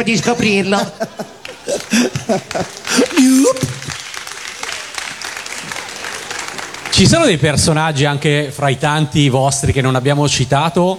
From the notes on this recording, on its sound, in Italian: Dal palco centrale di Lucca Comics & Games 2018